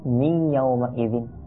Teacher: তখন এই নুন সাকিন এর পরে ইয়ার মধ্যে আপনি তাসদিদ দেখতে পাবেন, তো তখন নুন সাকিনের আগের হরফ এই নুন সাকিনকে না নুন সাকিনকে নয় বরং তার পরের ইয়াকে একেবারে তাসদিদ সহ পাঠ করে নেবে · Term: ইদগাম